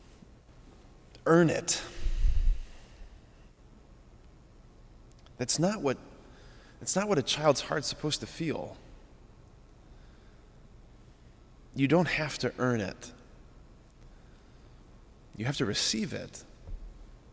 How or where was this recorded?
large echoing room